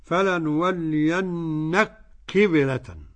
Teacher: إدغام الكاف في القاف للسوسي